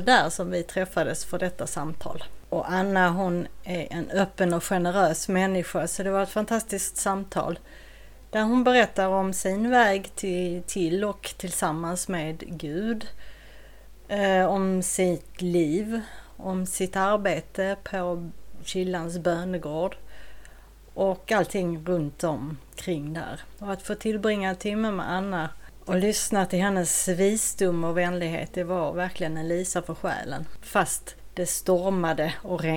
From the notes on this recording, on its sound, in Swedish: Ljudkvalitén skiftar lite och det hörs en del bakgrundsljud.